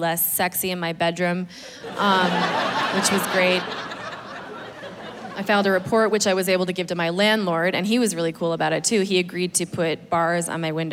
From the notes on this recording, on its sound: Hour long special taped at the Gothic Theater in Denver, CO.